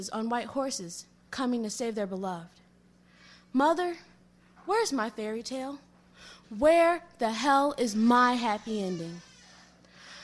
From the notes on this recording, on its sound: part two of the slam recorded on May 29th 2001